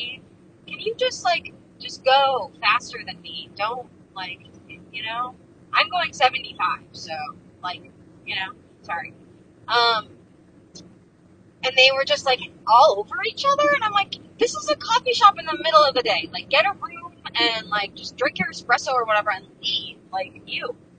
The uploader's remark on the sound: Updates on my cross country trip recorded while excitedly driving through texas and describing my surroundings.